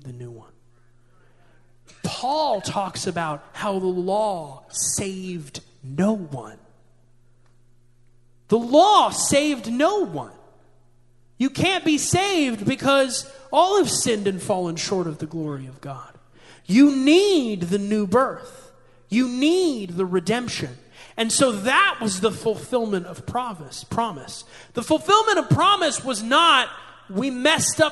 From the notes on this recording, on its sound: This message was recorded live at the Apostolic Global Church in Pensacola, Florida.